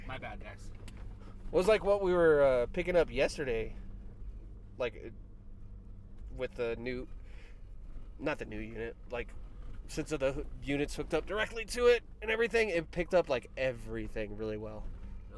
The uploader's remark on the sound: our 3 hour recording in the truck